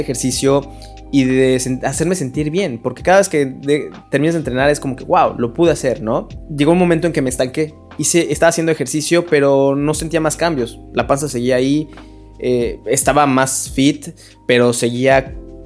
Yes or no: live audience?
no